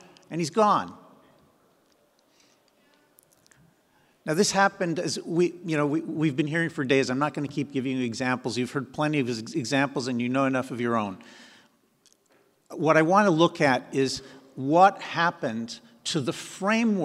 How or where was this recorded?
live audience